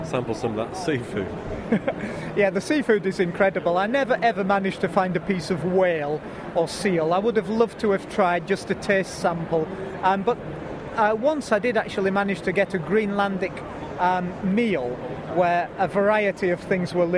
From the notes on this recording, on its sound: Part 2 from The Outdoors Show at the NEC